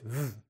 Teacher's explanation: The bottom lip goes to the teeth, v sound, because it vibrates.